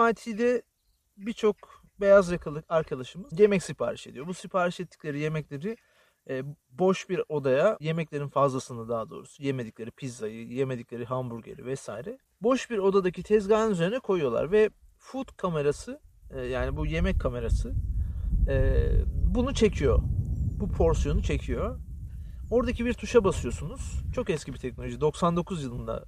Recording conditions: wind noise